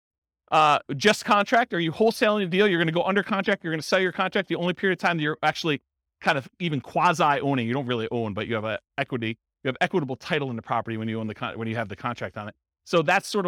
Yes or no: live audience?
yes